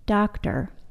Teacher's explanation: Nor do we hear a vowel sound in the final syllable of the word doctor. · Term: schwa plus R